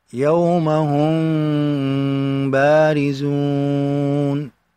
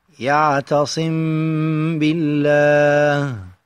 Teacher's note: إبقاء فرجة صغيرة جدا في بداية النطق بالإخفاء، تكاد الشفتان تنطبقان فيها، ولكن ذلك لا يضبط إلا بالتلقي. · يكون بإخفاء الميم الساكنة عند الباء مع بقاء الغنة · Term: الإخفاء الشفوي